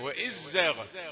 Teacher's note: وإذ زاغت الأبصار، في ناس من القراء يقولوا وإذ زاغت، يعني يدغم الذال في الزاي، يدغم الذال اللثوية في الزاي فتنطق زاي مشددة وإذ زاغت، لكن إحنا بنقرأ بالإظهار وإذ زاغت الأبصار.